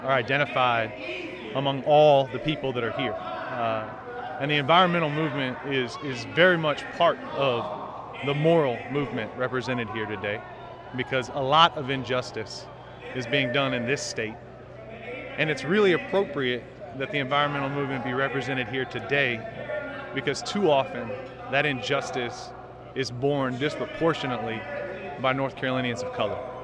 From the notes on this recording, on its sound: Climate Marchers at HKonJ. The 13th HKonJ People's Assembly and Moral March took place Feb. 9th in Raleigh - we were there, we marched, and we spoke with environmental justice activists and community members.